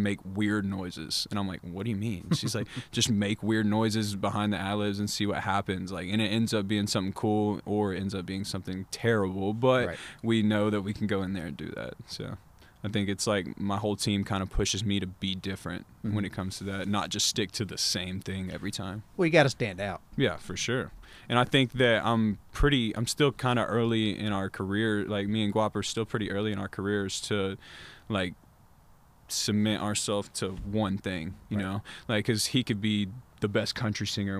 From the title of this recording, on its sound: Live from the Bird's Nest